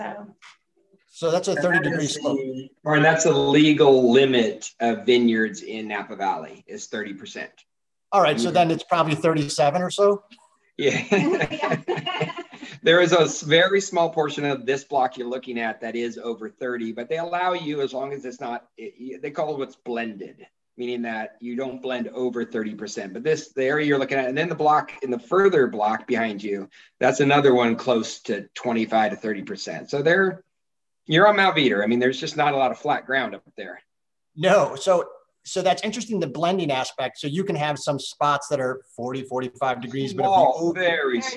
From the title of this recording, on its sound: SIP Virtual Wine Tasting and Q&A